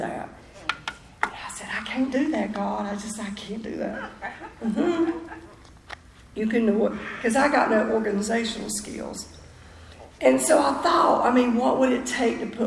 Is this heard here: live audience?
yes